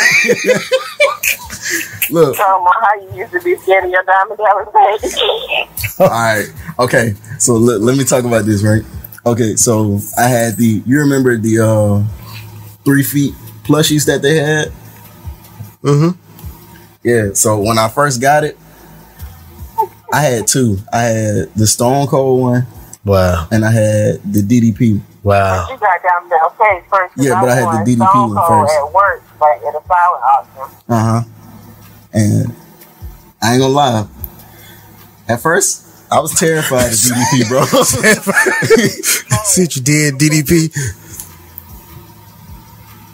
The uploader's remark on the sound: an exclusive live call